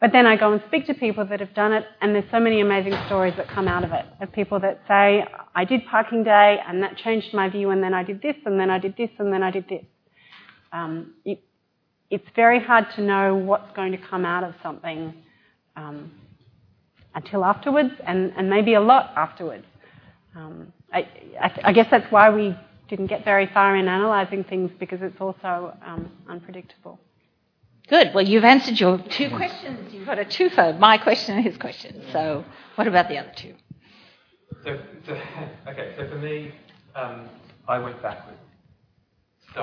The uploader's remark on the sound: A Festival of Urbanism event for Sydney Ideas held on 8 August 2017